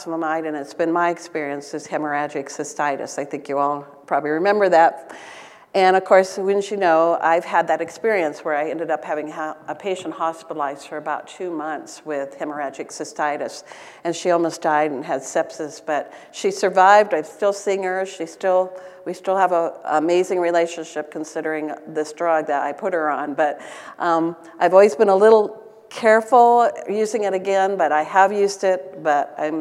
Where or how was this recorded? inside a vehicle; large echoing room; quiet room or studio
large echoing room